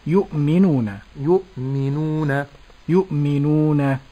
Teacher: الواو ساكنة ما قبلها مضمون، مد طبيعي، أي يعني مد مقدار حركتين